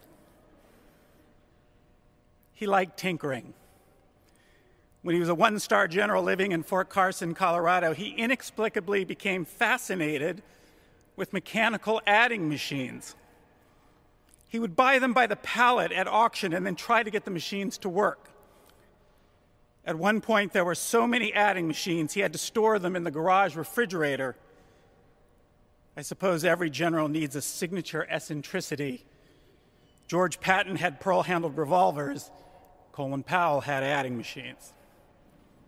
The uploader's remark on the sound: During a memorial service at Washington’s National Cathedral. During a memorial service at Washington’s National Cathedral.